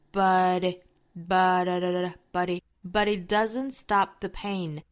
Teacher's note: I hear your voice on the line.后面 but it doesn't stop thepain。哦，我们再来举例子，比如说 stop thepain，这个 the 也是需要做弱读的嘛，所以是 da da da stop thepain。那我们还需要注意呢，也是同样 but 和 it 之间的连读。那么一连读这个 but 的 t 的发音呢，我们就倾向于读成一个 flapt。所以读成一个闪音的 d d d d 的状态